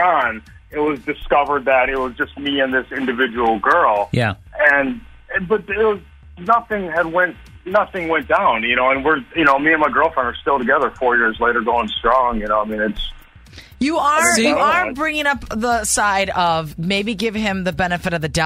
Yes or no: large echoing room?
no